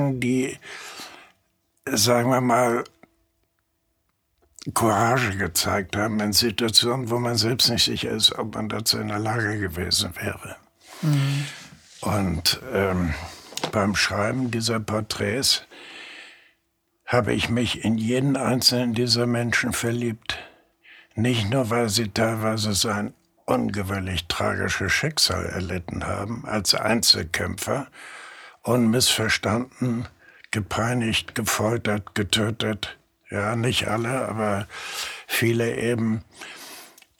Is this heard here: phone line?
no